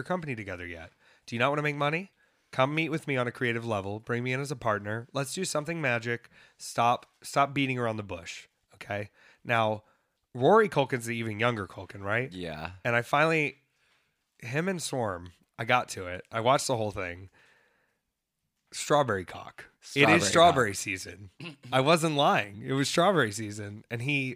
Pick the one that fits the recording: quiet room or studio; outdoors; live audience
quiet room or studio